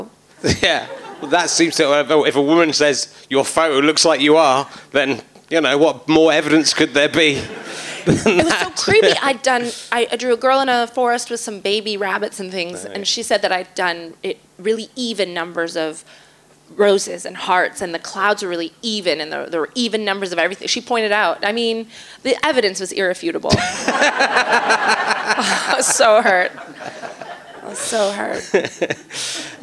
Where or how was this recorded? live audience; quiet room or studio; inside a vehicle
live audience